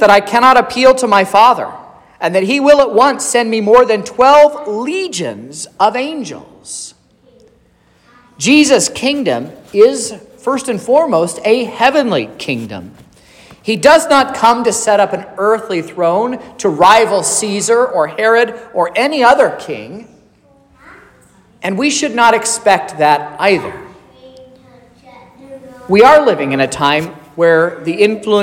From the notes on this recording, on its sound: This is the sermon preached at Trinity Lutheran Church in Vallonia, Indiana, on Wednesday, March 22nd, 2023.